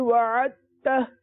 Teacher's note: دال جب تا میں ملے گی تو دال جو ہے تا میں مکمل مدغم ہو جائے گی. وعدہ نہیں پڑھا جائے گا، وعدہ تا پڑھا جائے گا.